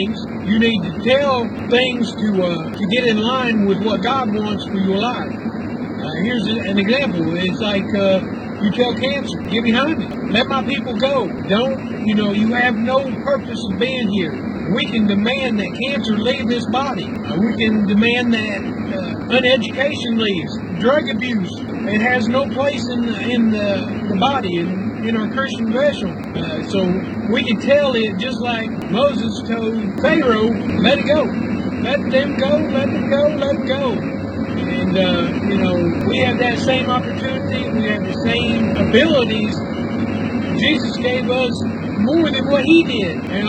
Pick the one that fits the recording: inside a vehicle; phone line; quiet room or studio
inside a vehicle